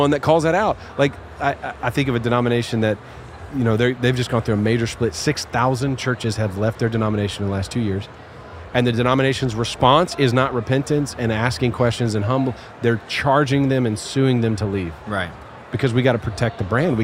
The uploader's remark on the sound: Live from General Council 2023 in Columbus, Ohio!